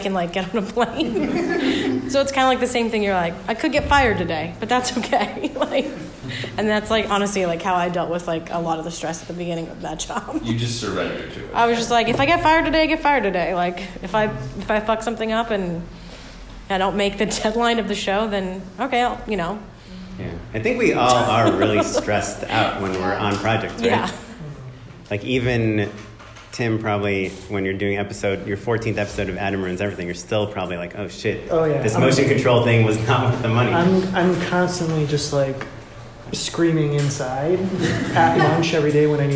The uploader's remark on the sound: Bonus Audience Q &. Here's the Q&A from our live show 2018 winter live show.